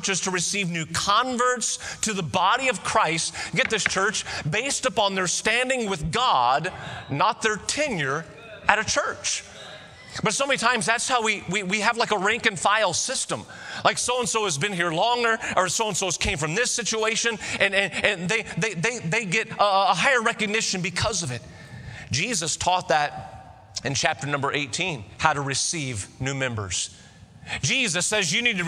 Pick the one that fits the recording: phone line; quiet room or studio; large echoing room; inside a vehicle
large echoing room